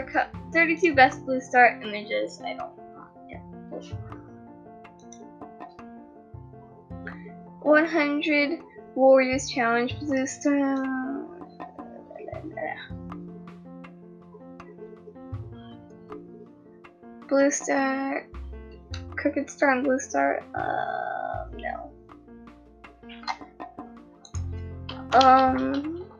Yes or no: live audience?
no